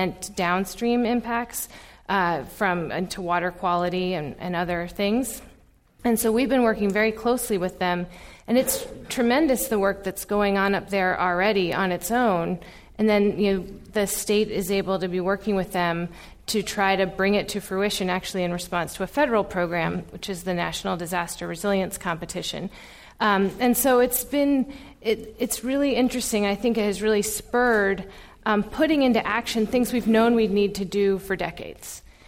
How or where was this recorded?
live audience